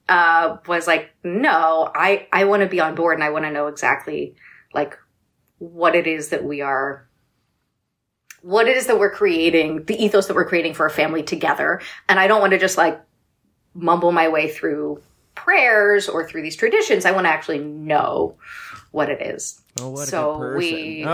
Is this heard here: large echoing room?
no